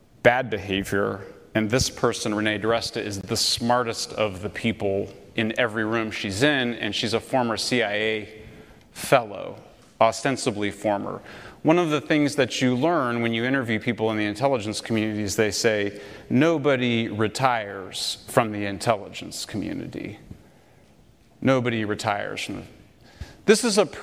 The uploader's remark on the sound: Lecture At University of Austin